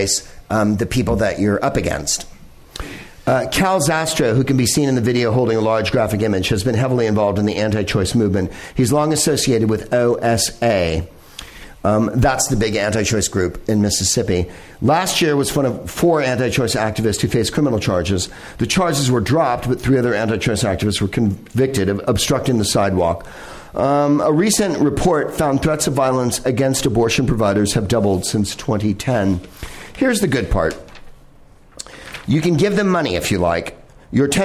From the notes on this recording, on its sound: Live from the NerdMelt Showroom in LA